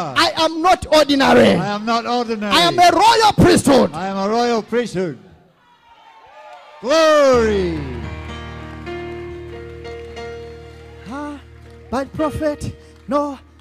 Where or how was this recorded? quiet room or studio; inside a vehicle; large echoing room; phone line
large echoing room